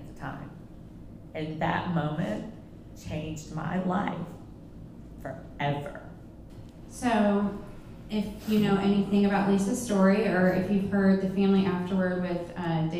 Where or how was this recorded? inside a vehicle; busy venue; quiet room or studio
busy venue